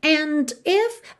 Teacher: a gente não ouve o de